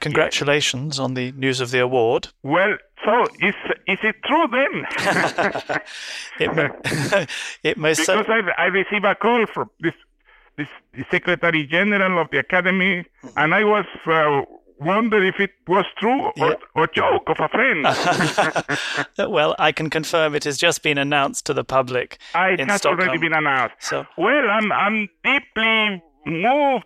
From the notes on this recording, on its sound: for a telephone interview